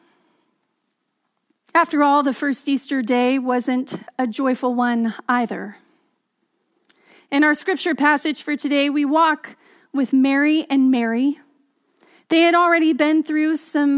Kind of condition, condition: setting, large echoing room